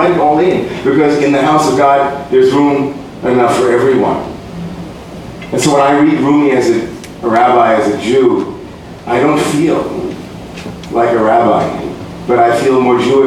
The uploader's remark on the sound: Live at ABC Home and Carpet.